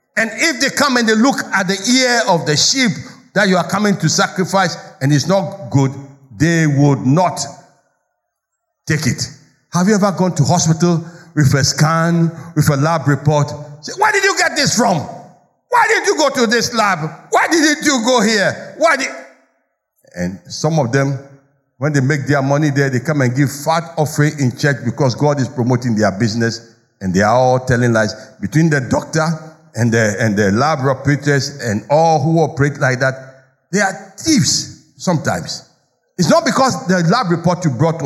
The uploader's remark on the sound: Sermon preached at CBC Shiashie Campus